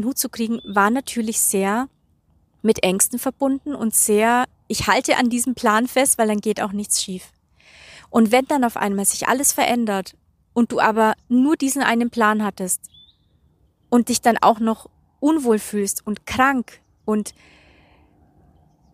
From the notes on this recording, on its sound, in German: Diese Podcastfolge wurde noch in Südafrika aufgenommen und enthält also, trotz des schweren Themas, wundervolle Energien und Naturgeräusche.